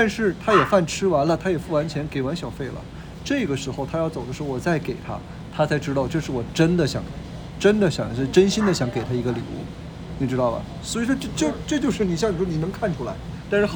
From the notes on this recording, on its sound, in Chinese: Phoenix烧烤店烟雾弥漫。我们选了一个店里人少的时候。一边录音，他也一边服务客人。